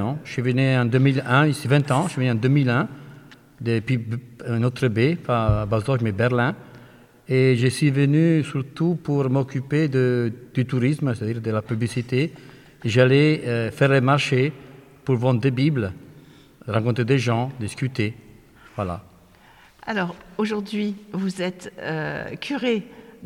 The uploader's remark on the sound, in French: enregistrée le 9 avril dans l'église de Bazoches-les-Gallerandes